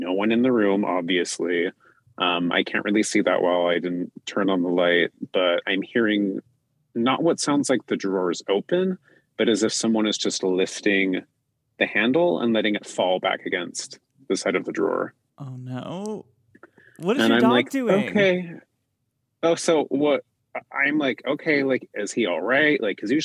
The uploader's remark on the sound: Listener Phone Call Extravaganza Part XXIV